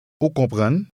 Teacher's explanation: In everyday conversation, Haitians tend to use just a rising intonation to turn a statement into a question.